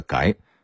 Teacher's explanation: 这音应该是改，声调是第二声阳平